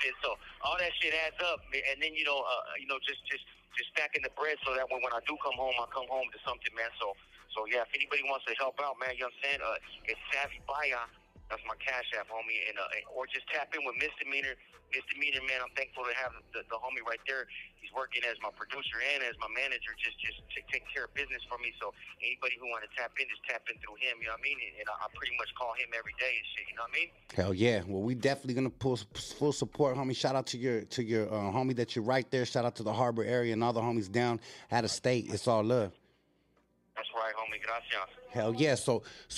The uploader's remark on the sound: calls in from County Jail